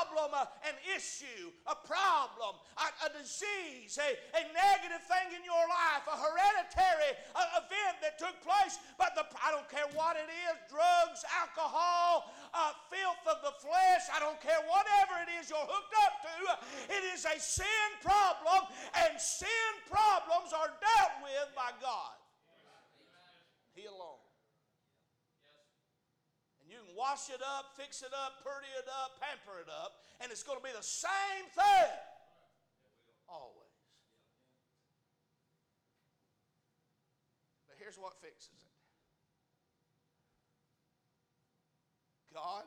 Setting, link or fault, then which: setting, large echoing room